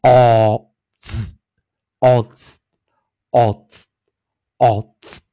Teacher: 我们尾，尾音的时候啊，是 D，所以加上复数的时候，我们这个 s 加进来的时候啊，D s 的时候是念 z，z，z。注意啊， s 因为前方是 D，所以 s 要浊化啊